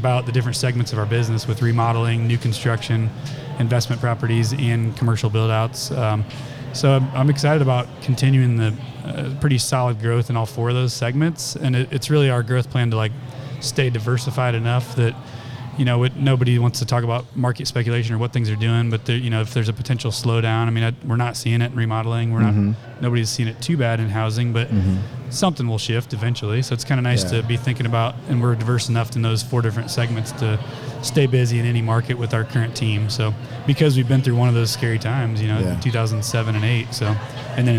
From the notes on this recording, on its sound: This week we are live from Buildertrend University.